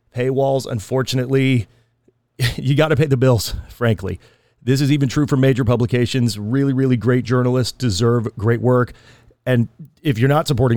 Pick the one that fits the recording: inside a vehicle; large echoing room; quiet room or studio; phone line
quiet room or studio